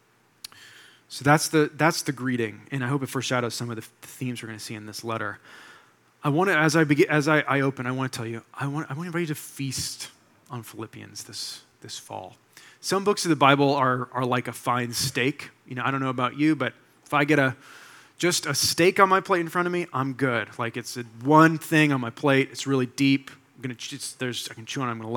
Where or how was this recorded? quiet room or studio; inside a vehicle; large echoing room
large echoing room